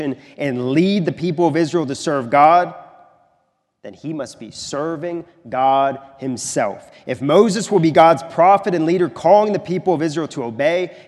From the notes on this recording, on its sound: This is a sermon recorded at the Lebanon Bible Fellowship Church in Lebanon, PA during the evening worship service on 2/25/2024